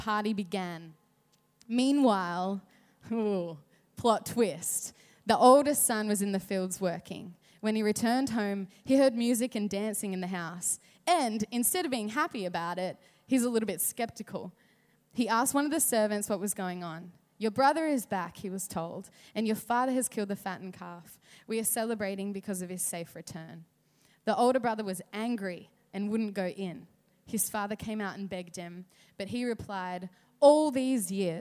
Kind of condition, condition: setting, large echoing room